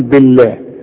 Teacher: بالله مدام البه مكسورة بنرقق لفظ الجلالة نقول بالله